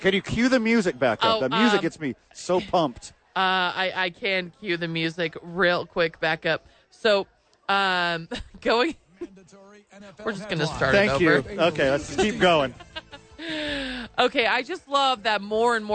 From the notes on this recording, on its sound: live from ABQ AXE